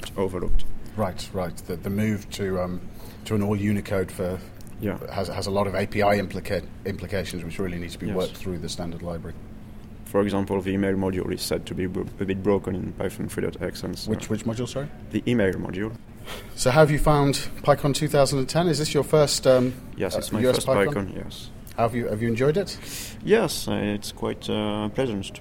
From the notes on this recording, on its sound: An interview recorded at PyCon 2010, Atlanta